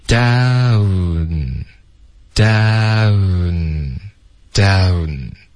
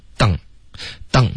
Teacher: 首先这个 down 这个字大家注意双元音 OK,有一个 da 滑到一个 u OK,后面再顶舌尖 · Shown in: first take · ，所以有三个动作要慢慢的练出来 down down down OK,不要发成 dung dung 的这个音，会导致一个非常重的口音。你的 down N 的音后面呢，舌尖顶了上颚，连发到四的时候呢，会爆破一个特音 downs,就是一个一二三没有，这个一次两次的这个 ts